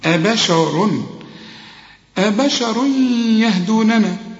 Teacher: وبعدين الراء هي المفخمة